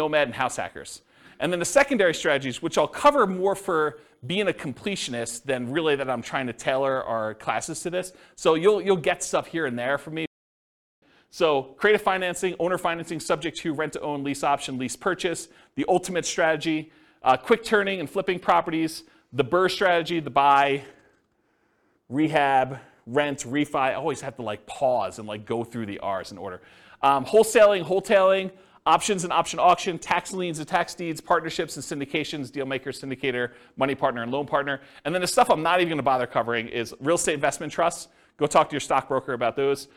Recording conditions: live audience